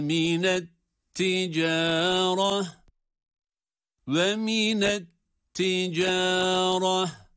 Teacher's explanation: etticareh diye sondaki ta harfini duruş halinde ha sesiyle duruyoruz.